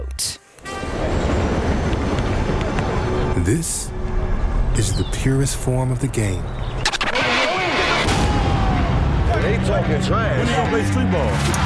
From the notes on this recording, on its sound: live from All-Star Weekend in Salt Lake City!